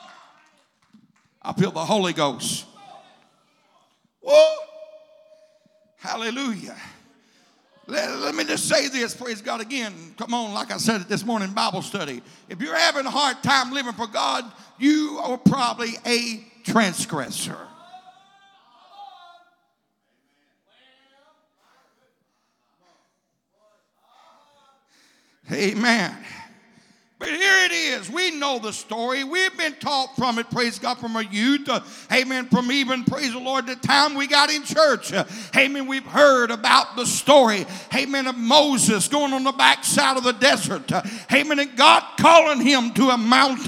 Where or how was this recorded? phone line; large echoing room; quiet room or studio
large echoing room